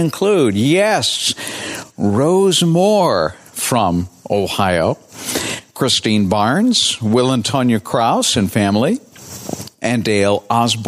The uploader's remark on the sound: An episode I recorded OUTSIDE with my portable "studio" so you could experience, first-hand, a fun audio program called "DeScript."